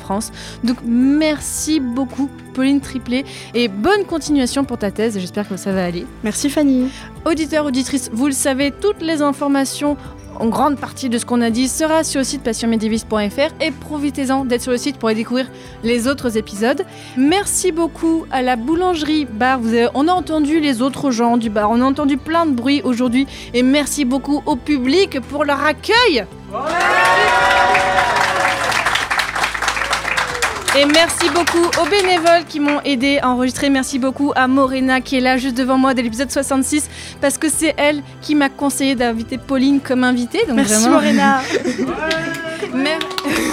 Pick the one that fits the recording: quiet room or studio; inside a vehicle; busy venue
busy venue